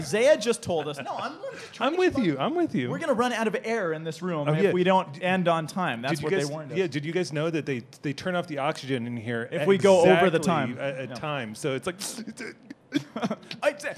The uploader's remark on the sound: Live from SEEK 2019